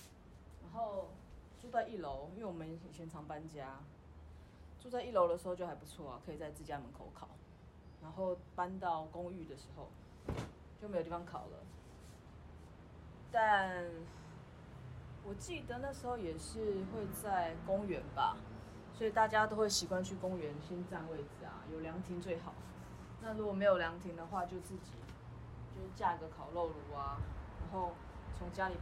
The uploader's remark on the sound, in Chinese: 請原諒我收音不優~遠遠近近